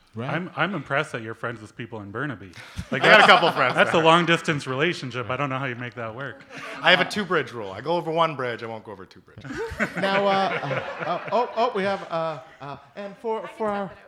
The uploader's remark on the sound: live episode recorded for the Vancouver Podcast Festival